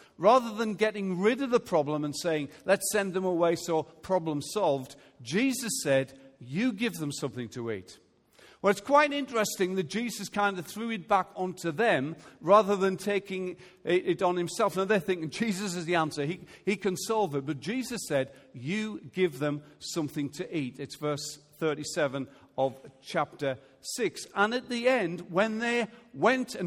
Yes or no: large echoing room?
yes